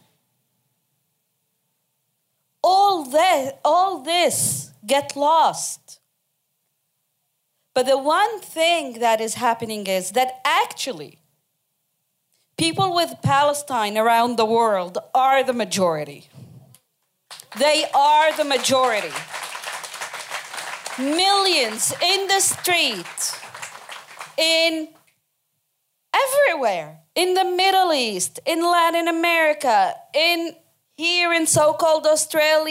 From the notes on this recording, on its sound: Recorded live on 26th October 2023 on the unceded and sacred Wangal Clan Lands of Gadigal Country. Was one of the Red Rattler Theatres 'Rat Talks' part of the Red Rattlers Arts Program 'Future Communities'. The night was filmed and audio recorded by Studio Sensorium.